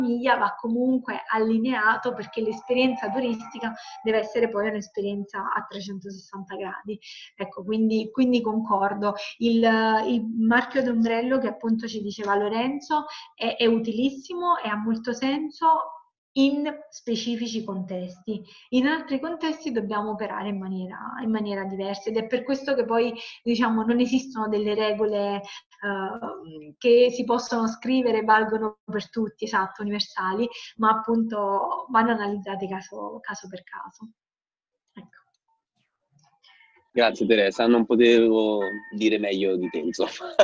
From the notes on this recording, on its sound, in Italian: Questa puntata podcast è una live zoom del gruppo di imprenditori sostenibili iscritti al mio centro di formazione per l'anno 2020.